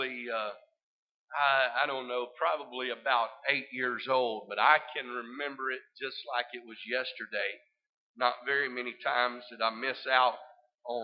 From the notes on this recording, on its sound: This service is broadcast live from First Pentecostal Church in Silsbee Texas.